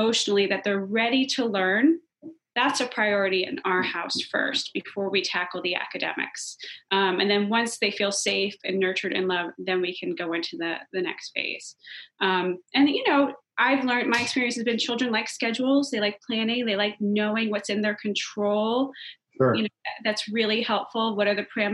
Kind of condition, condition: link, video call